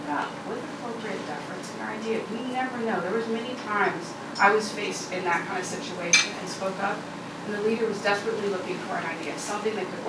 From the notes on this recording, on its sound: Her remarks were recorded at CBLPI's annual Capitol Hill Intern Summit on June 3, 2016.